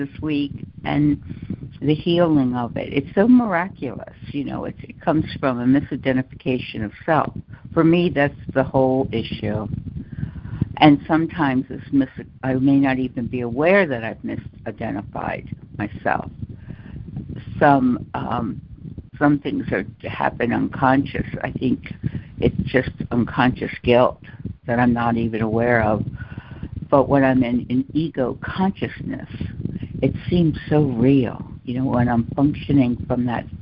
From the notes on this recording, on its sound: ACIM Daily Conference Call.